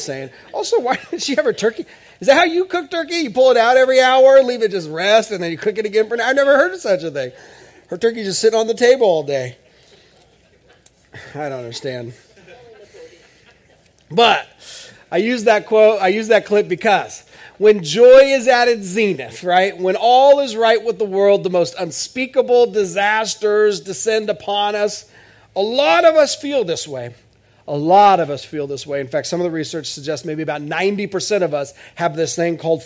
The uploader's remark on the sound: This is audio ripped from the Live Service video.